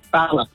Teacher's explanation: Bala with the short A, the northern vowel sound.